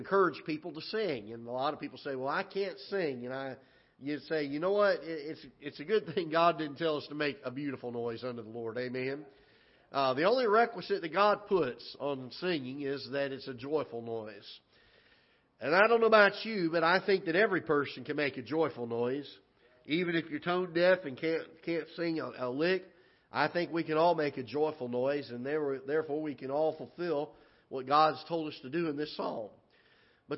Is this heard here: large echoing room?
yes